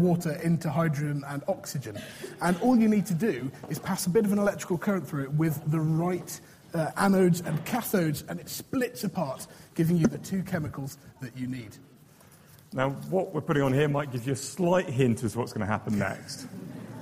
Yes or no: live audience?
yes